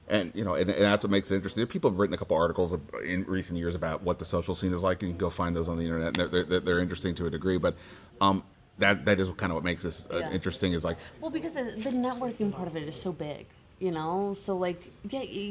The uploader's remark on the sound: Live from the NFL Combine.